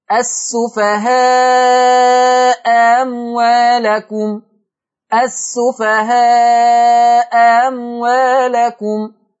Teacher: همزة الأولى مفتوحة التقت بهمزة ثانية مفتوحة أيضا ولكن من كلمتين. قرأ ورش بتسهيل الثانية